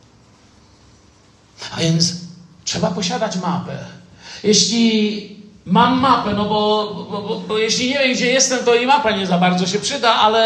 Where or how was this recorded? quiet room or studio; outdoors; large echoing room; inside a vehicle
large echoing room